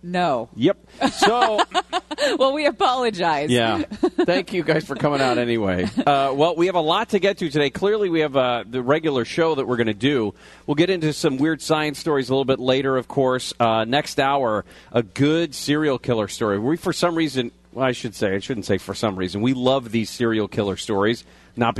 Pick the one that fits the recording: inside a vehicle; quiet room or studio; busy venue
busy venue